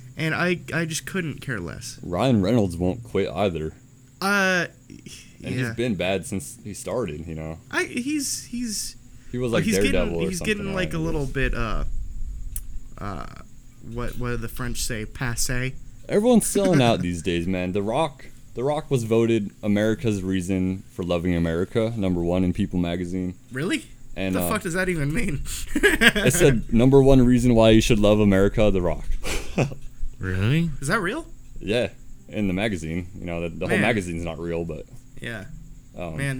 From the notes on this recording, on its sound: We outside on this one and a storm’s a brewin’.